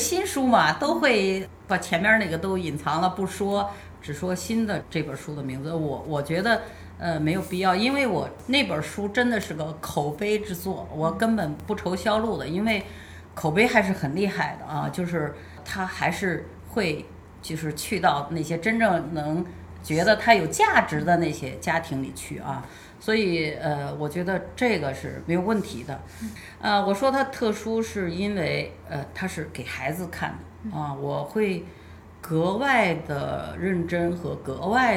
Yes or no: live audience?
no